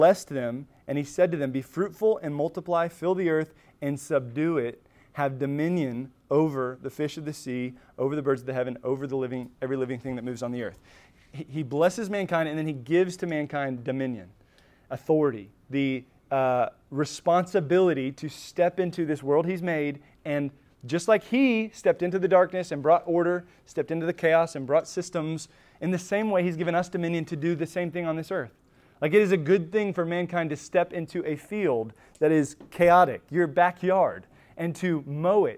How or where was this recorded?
large echoing room